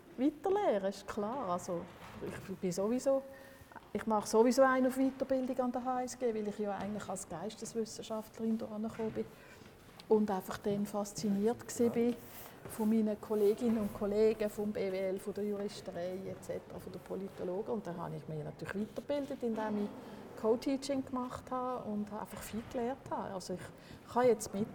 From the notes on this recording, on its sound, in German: Audio-Spaziergang durch den HSG-Campus.